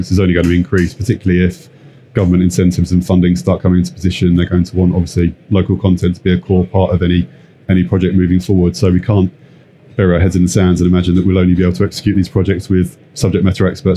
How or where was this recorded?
busy venue